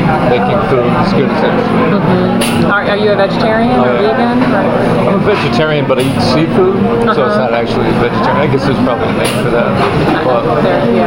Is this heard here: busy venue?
yes